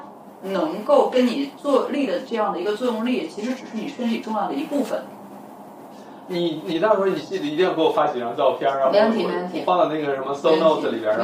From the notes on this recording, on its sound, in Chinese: 声音录制有些问题，我录制的那个版本因为衣服摩擦麦克风会有杂音。录视频的音频拿出来仍然有杂音。